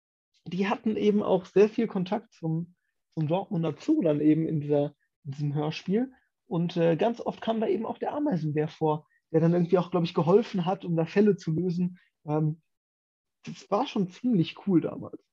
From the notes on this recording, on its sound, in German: Ein persönliches Treffen ist gerade arbeitsbedingt nicht möglich, sodass eine Zoomung aufgezeichnet wurde